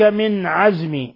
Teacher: نون ساكنة جاء بعده العين إظهار حلقي